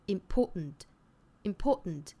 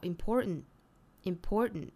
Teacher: 英音的话呢是有一个鼻爆音在里头的 · Shown in: first take